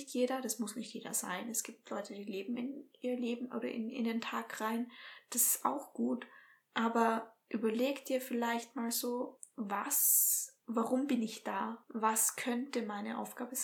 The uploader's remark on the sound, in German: Hinweis: Die Tonqualität dieser Folge ist leider nicht optimal. Wir sind noch Neulinge auf dem Gebiet, arbeiten aber daran dies in den zukünftigen Folgen zu verbessern.